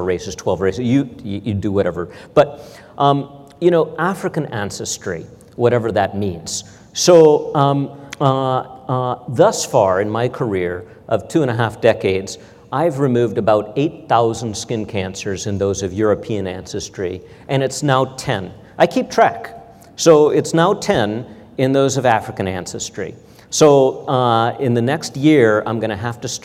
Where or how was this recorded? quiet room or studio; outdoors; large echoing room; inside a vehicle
large echoing room